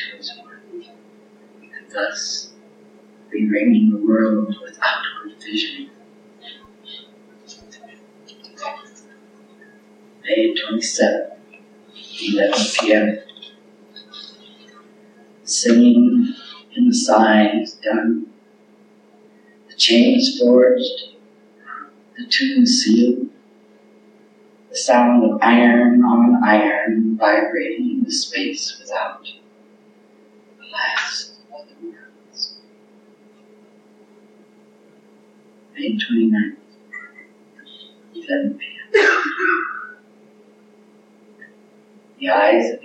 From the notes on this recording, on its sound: The godawful audio track on this VHS recording. There are still a few room noises and phantoms, but it's not 80% or more VHS tape drag noise any more. There's some ghosting/modulation in sections but it is what it is.